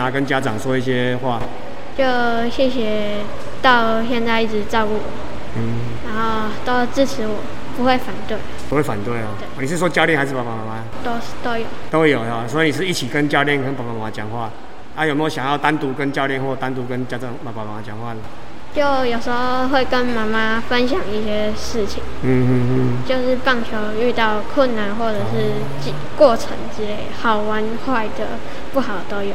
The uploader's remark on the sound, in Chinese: 本次錄音為開放空間，音質不佳或偶有雜訊，敬請見諒。